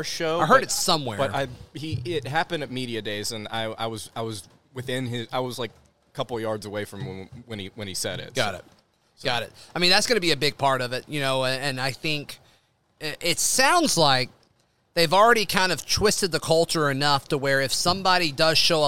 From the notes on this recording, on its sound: live from Baumhower's